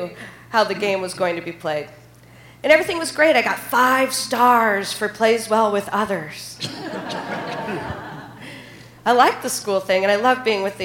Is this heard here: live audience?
yes